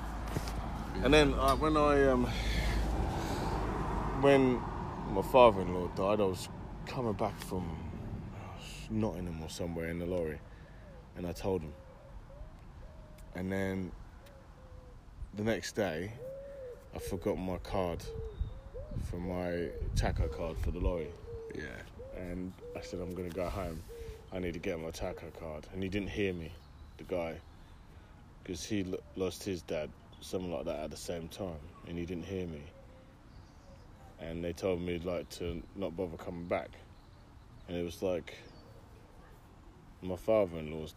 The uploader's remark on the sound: Walking around Gog Magog hill. Cambridge Uk.